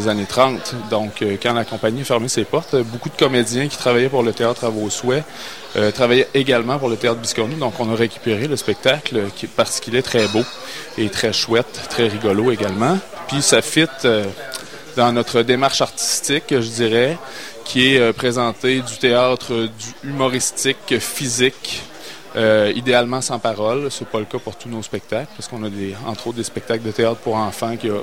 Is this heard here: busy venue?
yes